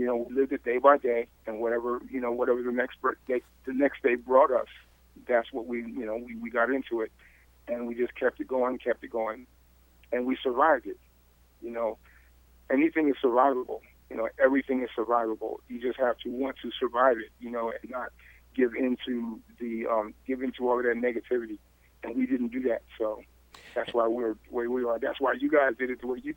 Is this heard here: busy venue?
no